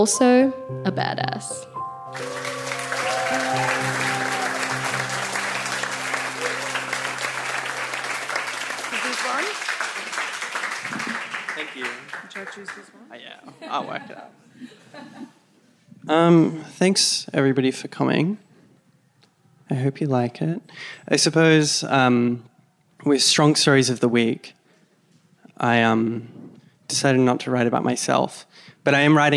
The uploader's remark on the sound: This week, we’re sharing the stories recorded at Strong Stories of the Weak . A live storytelling event put on with the help of Word Travels for their 2023 Story Week.